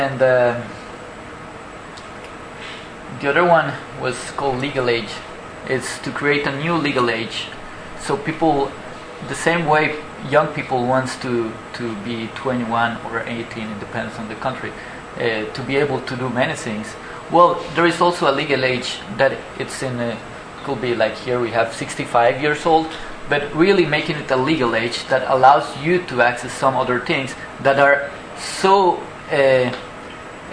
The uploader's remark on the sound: Audio from the Design Research Thinking Symposium [DTRS 2012] held at Northumbria University | Design.